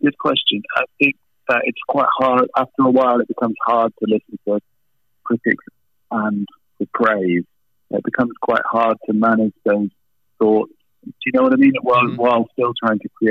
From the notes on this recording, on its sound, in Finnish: Puhelinhaastattelussa. Pahoittelemme puheluaudion huonoa laatua.